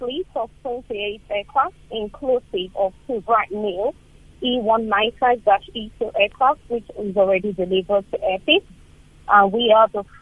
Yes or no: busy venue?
no